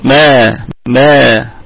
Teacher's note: عندنا الميم متحركة في الدرجة الخامسة من درجات الغنة أي في أقل درجات الغنة وفيها مد طبيعي، طبعا بروايتنا رواية حفص عن عاصم فيها مد طبيعي وصلا وقفا ما ما، وأيضا هذا المد الطبيعي ليس فيه مبالغة، يعني فيش واحد يقول مالك مالك يوم الدين، هذه يعني فيها مبالغة.